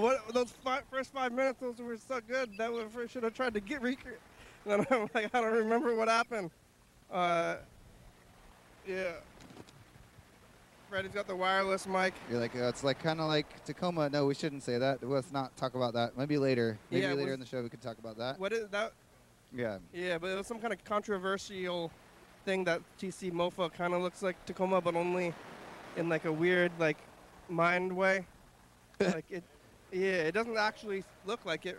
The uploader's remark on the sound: TCMoFA at the Armory. We sit outside on a couch under a tent with all the gear we brought and talk over the speaker system to each other. Sometimes we look into the museum but the camera cable doesn't go very far.